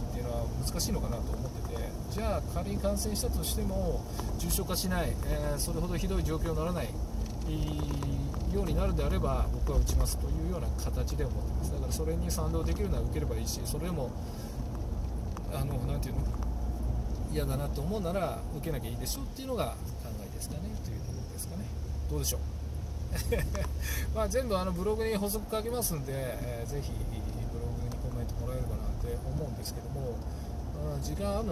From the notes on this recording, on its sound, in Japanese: 運転中。今回思いつきだったのもあり、Bluetoothイヤホンマイクでの収録です。声フェチで音が気になるとか言っときながら雑音多めですごめんちゃい。音量低めです。